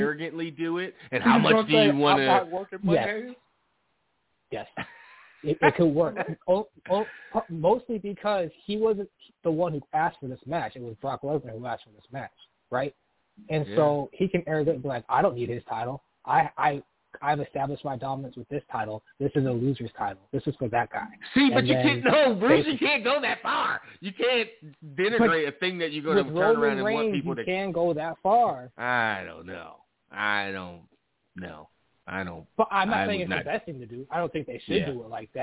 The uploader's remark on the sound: Live phone calls and more.